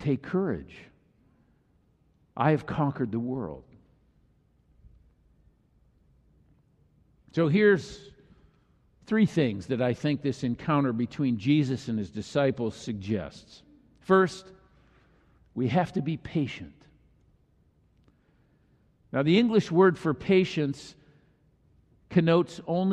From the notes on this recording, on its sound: This message was delivered during the Traditonal Worship service.